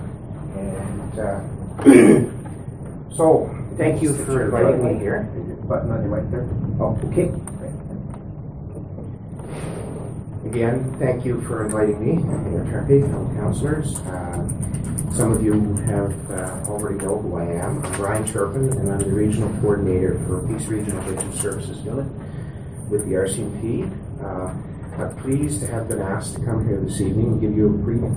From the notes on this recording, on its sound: Audio recording of the September 26, 2016 Regular Meeting of Peace River's Town Council.